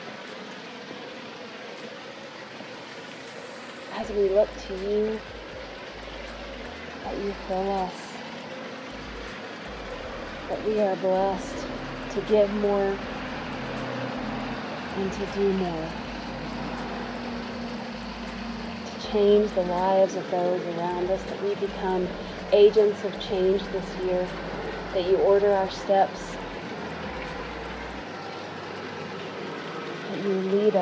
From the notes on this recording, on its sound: with the waterfall in the background & cars zooming by on Main